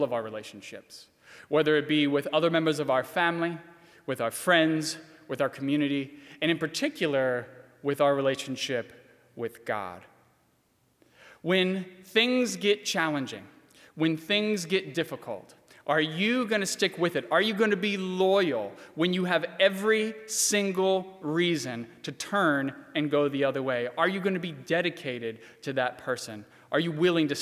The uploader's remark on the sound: during the 7:00 PM service on Good Friday April 10, 2020, at First Presbyterian Church of Arlington Heights, Illinois